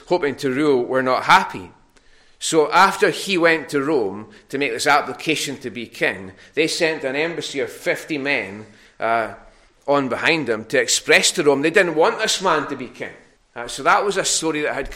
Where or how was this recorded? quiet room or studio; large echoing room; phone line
large echoing room